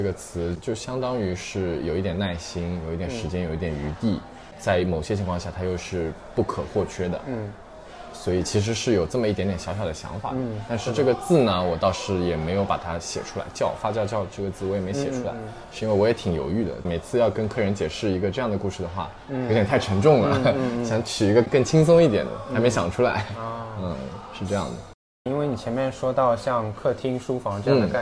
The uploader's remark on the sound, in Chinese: 在他新开的Ferm Coffee的一次访谈。FERM Coffee：碧云路420弄30号 （碧云尊邸商业区-威尔士健身房旁）。